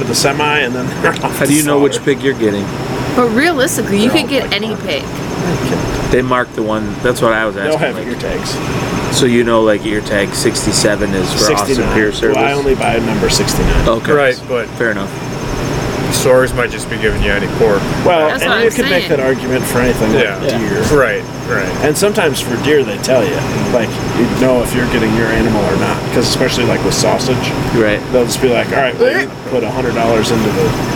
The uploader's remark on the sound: The carnies' generators make for annoying background noise but our county fair vibes can't be beat!